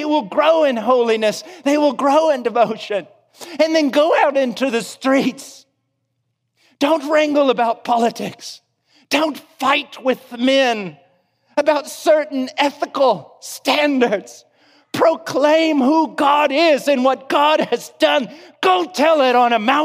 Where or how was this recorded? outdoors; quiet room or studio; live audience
live audience